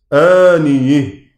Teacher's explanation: فيميل فتحة الياء والهاء في الوقف ويفتح الهمزة والألف، آنيه كده. ولا يميل الجميع إلا قتيبة في روايته كما هو معروف من مذهبه ومعلوم من طرقه. · Term: إمالة